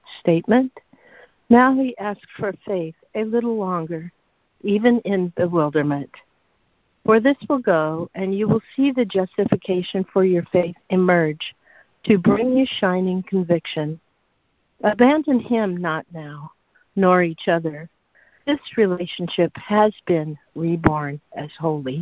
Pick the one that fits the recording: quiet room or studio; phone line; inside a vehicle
phone line